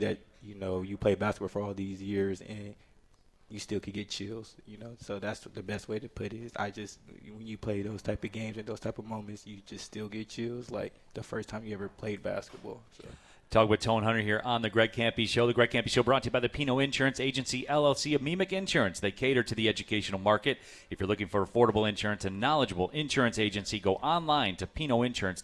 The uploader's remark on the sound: live from RJ's Pub in Rochester Hills!